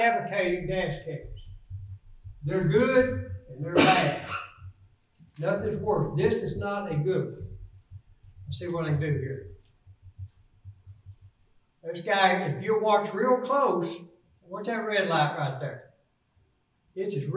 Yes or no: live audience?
yes